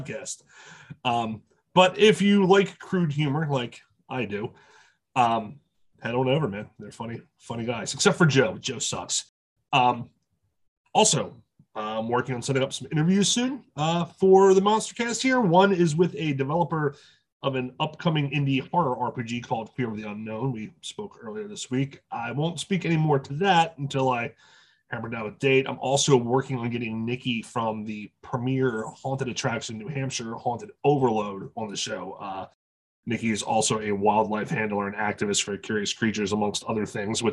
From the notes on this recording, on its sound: Also, Zoom is still a shit...